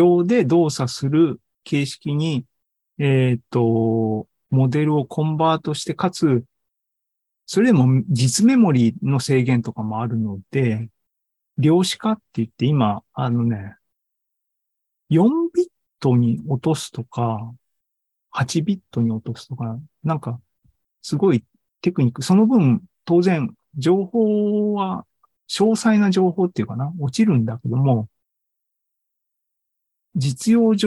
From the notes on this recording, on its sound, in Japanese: ２０２３年６月２４日に開催した ZOOMライブの模様です